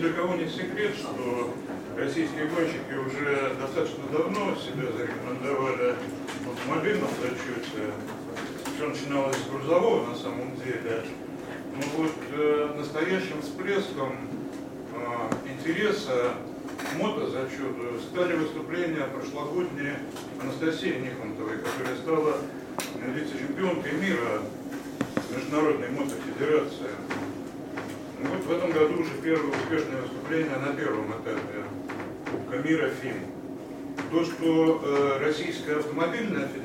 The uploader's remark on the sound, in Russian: Ралли-рейд ЗОЛОТО КАГАНА 2015. Пресс-конференция 07.04.15. В записи пресс-конференции, которая прошла 7 апреля 2015 года в стенах Российской Автомобильной Федерации.